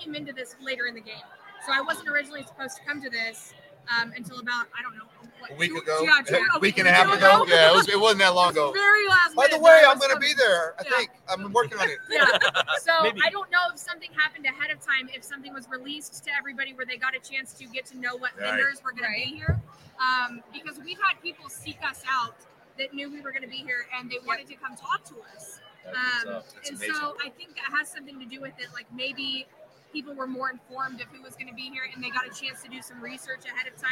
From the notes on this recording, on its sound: while at the 2023 NIADA Accelerate Conference